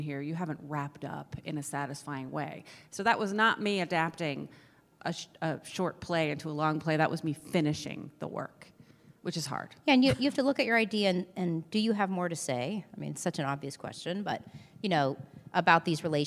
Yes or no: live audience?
yes